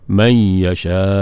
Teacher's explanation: Man yasha, ada muncung sikit man yasha, di hujung tu dia isyaratun dunal harakah. Yang kata ismam ni isyarat, nampak bibir mulut tu muncung tapi dia tak ada bunyi apa-apa pun.